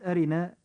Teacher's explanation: كلمة أرنا جاء حرف الراء فيها مكسورا فترقق هذه الراء عند النطق